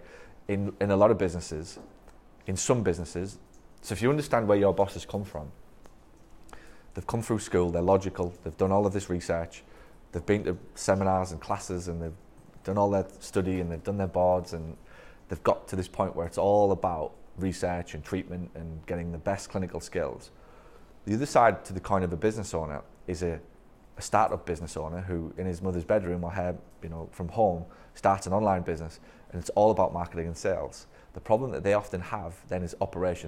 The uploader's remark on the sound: This one is a conversation I recorded at a recent Mastermind Event in New Orleans. It was in a room full of marketing assistants and front desk people who where at the event with their boss.